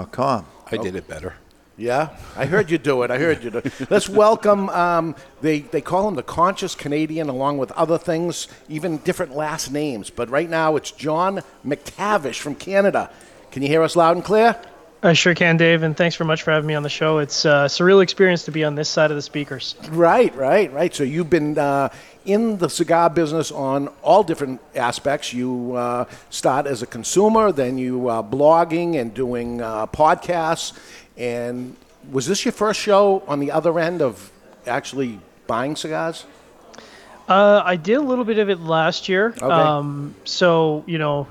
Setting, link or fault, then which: setting, live audience